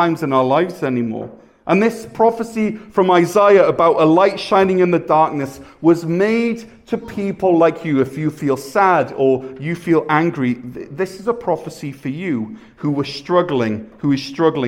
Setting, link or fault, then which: setting, large echoing room